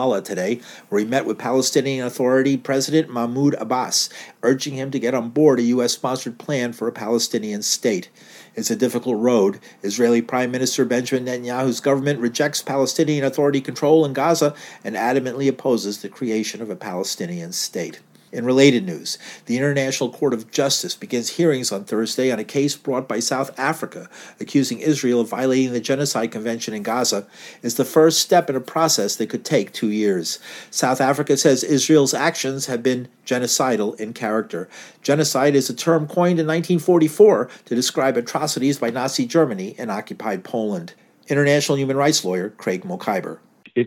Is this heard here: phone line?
no